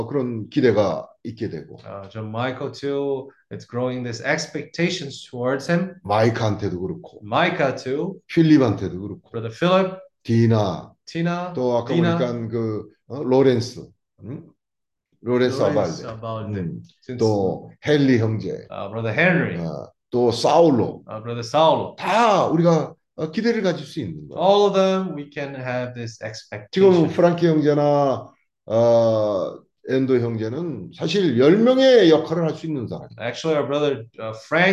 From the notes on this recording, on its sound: zoom meeting Wednesday